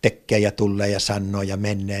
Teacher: tämmöiset niin sanotut geminaatioilmiöt, jossa konsonantit kahdentuu sillä tavalla